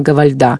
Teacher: Кто-то делает ударение Гавальда, кто-то Гавальда, но все-таки, поскольку она француженка, то чаще мы слышим Гавальда. Считается на последний слог.